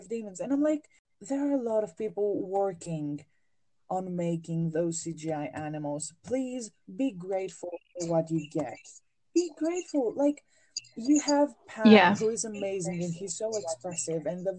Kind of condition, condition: fault, poor sound quality